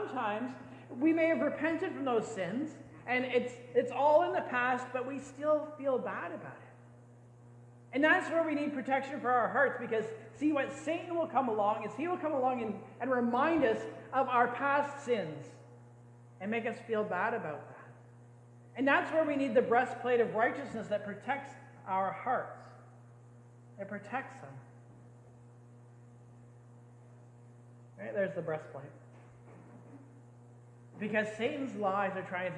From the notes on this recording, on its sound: sorry about the sound issues!